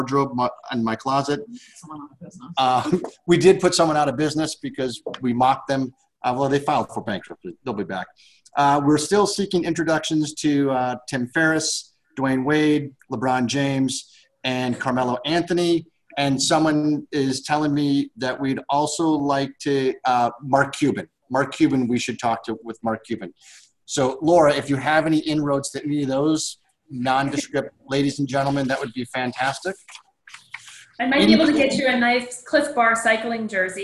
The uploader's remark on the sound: SIP Virtual Wine Tasting